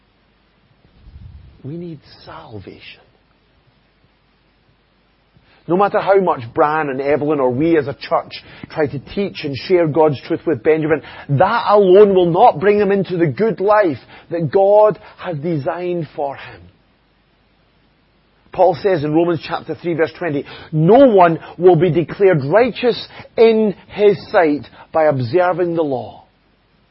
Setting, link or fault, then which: setting, large echoing room